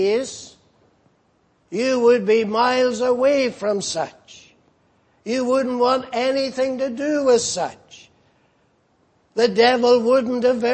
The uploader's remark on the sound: Preached in Grafton. At the Lord's Day Morning service on 31st March, 2019.